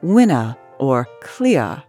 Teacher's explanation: mid-Atlantic speakers drop their R's at the ends of words like winner or clear · Term: lack of roticity